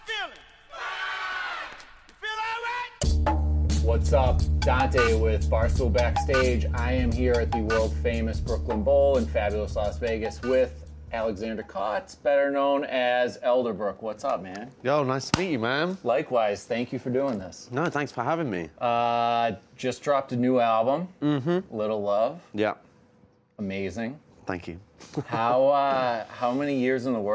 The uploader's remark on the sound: live from Brookyln Bowl in Las Vegas